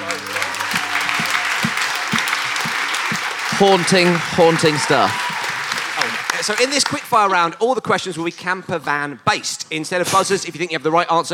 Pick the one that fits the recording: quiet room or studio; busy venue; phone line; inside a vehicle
busy venue